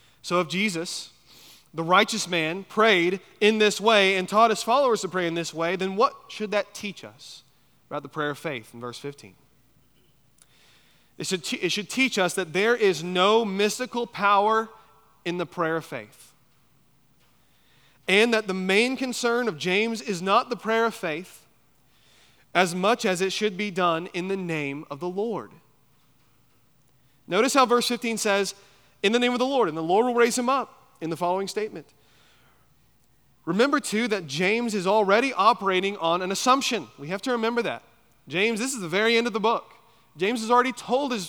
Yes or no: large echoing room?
yes